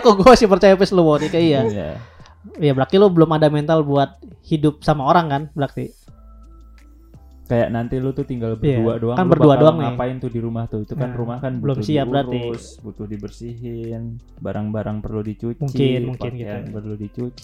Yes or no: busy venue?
no